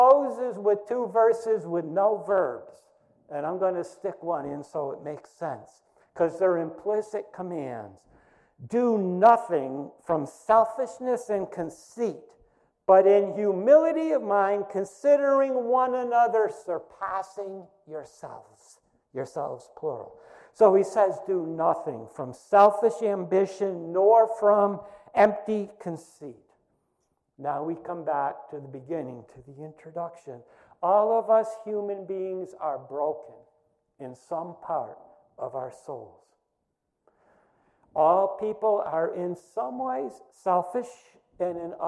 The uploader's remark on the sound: First Congregational Church of Clinton, MA -- Sermon -- July 5, 2020